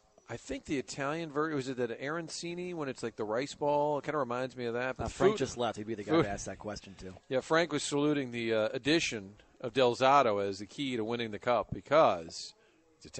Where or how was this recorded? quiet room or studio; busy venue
busy venue